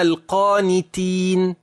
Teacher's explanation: القام هنا مفخم، القانتين تين هنا مرقق